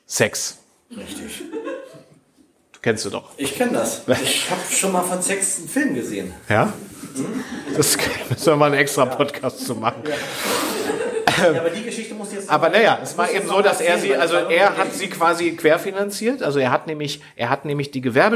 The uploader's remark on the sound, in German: Blumenkrieg in Lüchow (Live Aufnahme). Zu Gast in Lüchow und haben vor Ort Live diese Folge aufgenommen.